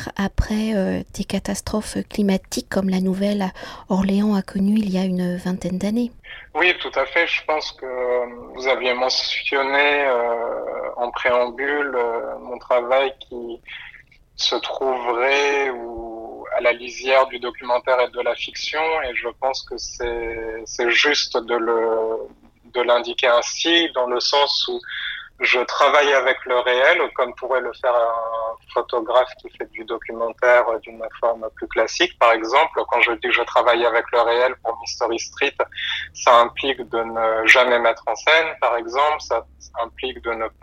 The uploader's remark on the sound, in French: Par téléphone entre Marseille et Paris.